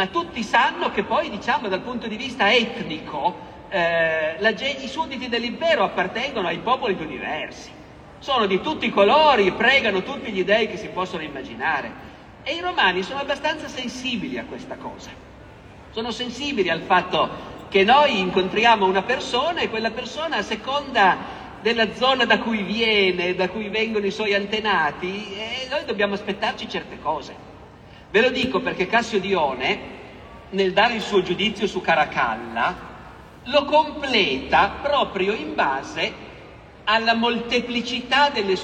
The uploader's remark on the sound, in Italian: Roma Storia Festival. Audio registrato in loco.